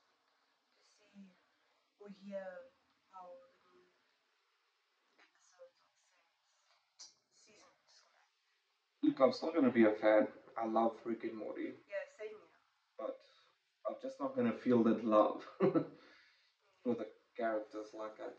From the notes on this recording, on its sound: We are aware of the audio quality not being that great, we do apologize for that.